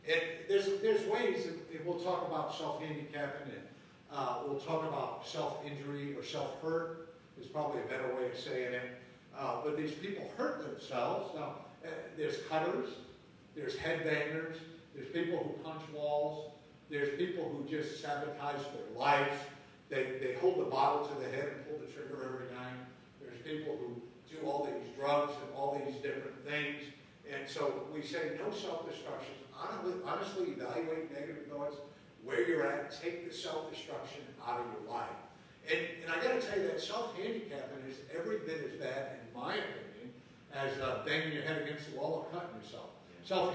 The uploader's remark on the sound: Live from Camp Joy Healing 3